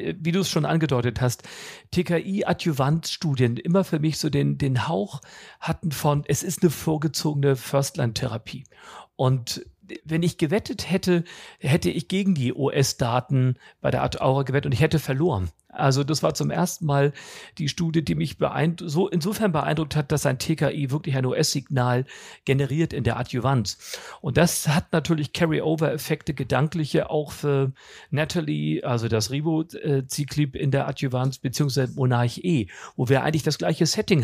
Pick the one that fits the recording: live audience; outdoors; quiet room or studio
quiet room or studio